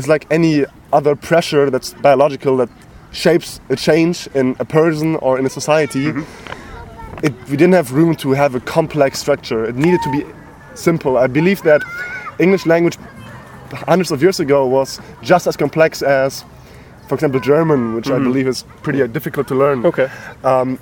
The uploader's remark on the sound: recorded at a lake in Podebrady